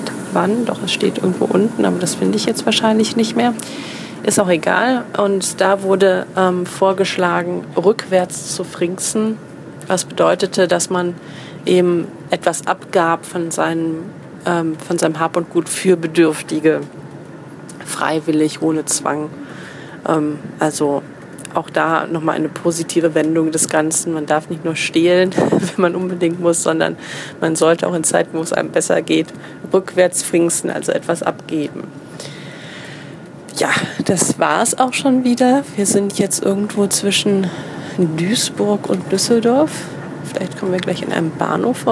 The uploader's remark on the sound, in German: Eine Midi-Folge (quasi) live aus dem Zug (mit Durchsage und zwischenzeitlicher Ortsunkenntnis).